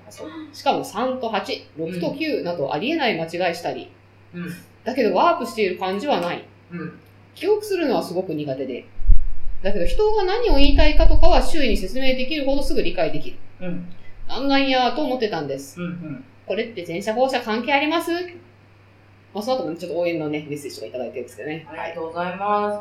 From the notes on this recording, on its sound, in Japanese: 今回ちょっと音質が悪いです。